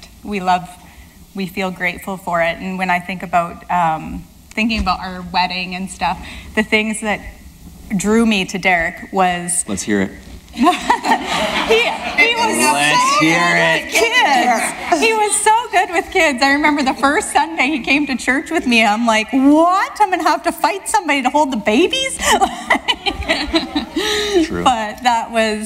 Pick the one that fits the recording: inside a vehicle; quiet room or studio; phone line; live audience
live audience